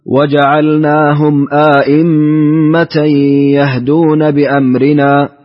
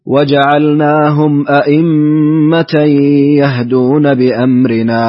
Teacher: بتحقيق الهمزتين مع الإدخال · Shown in: first take